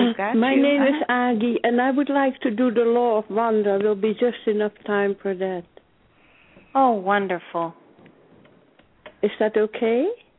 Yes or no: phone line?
yes